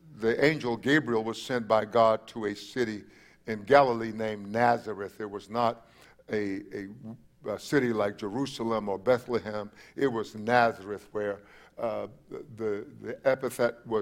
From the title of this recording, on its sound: Christmas Eve Service 7:00 p.m. 12/24/20